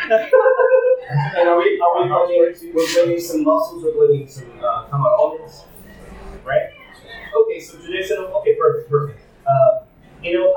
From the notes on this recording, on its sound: The event took place at Soulmate in Los Angeles and was sponsored by the Food and Wines of Spain. The audio was a bit difficult to manipulate to equal in volume throughout, so I do apologize for that.